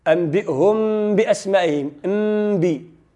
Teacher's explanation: الميم لا تذهب ذاتها كلها، ما تذهبش لنا الميم كلها في الذات ديالها، تبقى واحد الجزء من الميم · Term: الإخفاء الشفوي